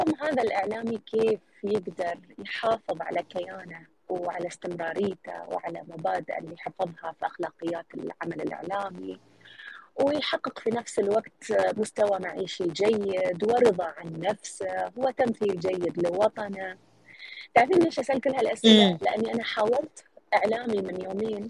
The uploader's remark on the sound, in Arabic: تسجيل لمساحة ابن رشد الأسبوعية على منصة تويتر.